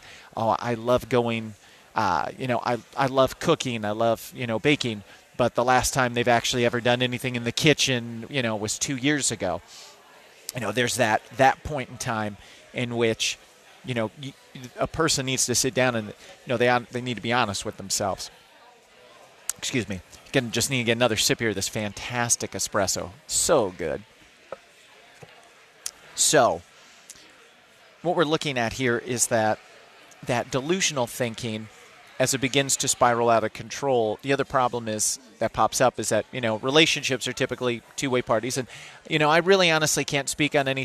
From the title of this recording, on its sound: Live From Smokey Row!